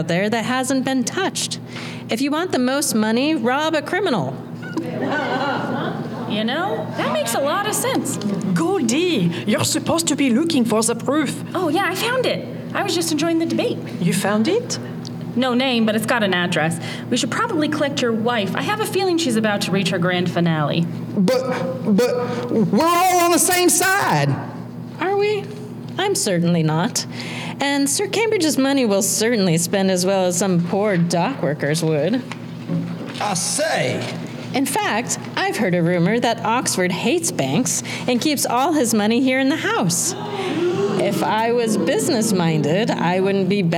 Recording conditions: live audience